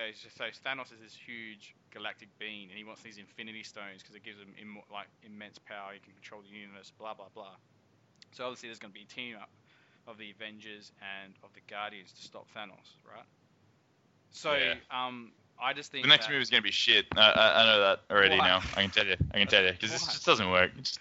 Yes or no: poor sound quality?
yes